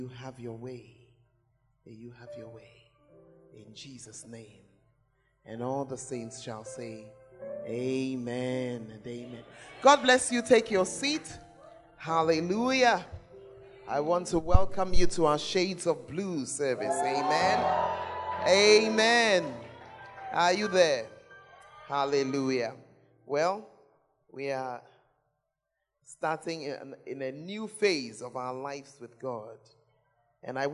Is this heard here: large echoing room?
yes